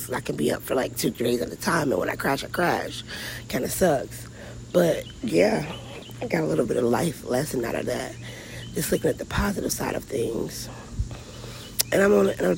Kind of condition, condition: setting, outdoors